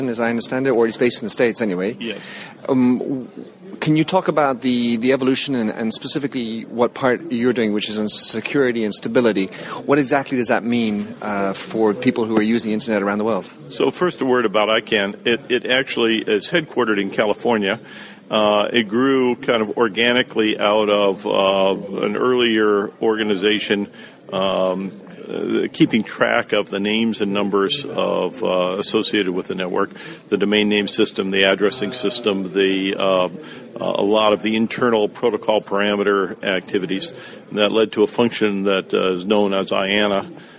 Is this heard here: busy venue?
yes